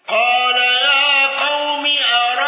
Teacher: الأزرق بتسهيل الهمز وإشباع الصلة